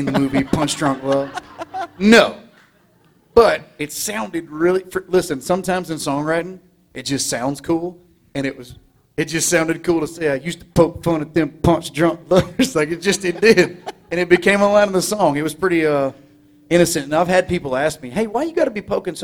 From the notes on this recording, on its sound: We're sharing never before heard conversations from my days at The New 93Q in Houston. This conversation was recorded during an Up Close and Personal private performance for listeners of The New 93Q.